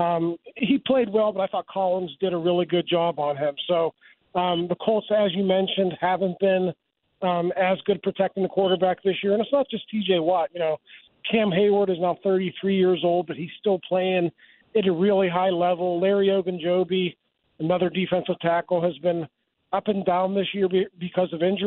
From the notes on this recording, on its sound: fires up the phone lines